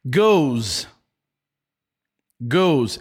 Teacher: Esse S aqui tem um som de Z